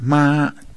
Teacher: First tone, that's ma, high level